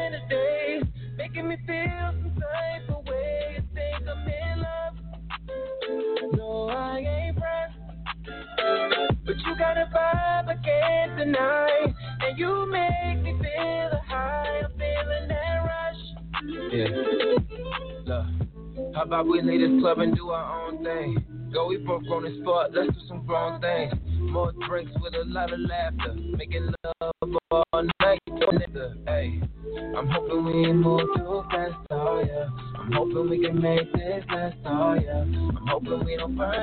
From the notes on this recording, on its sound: K-100 Radio returns to form with the reboot of our live talk segment "Points Of View". This live talk radio show features various subject matters, special guests and also live calls from our listening audience.